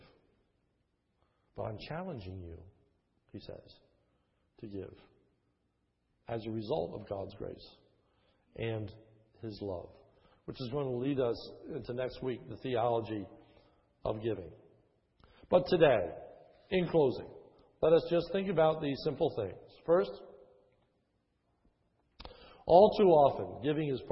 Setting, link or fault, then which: setting, large echoing room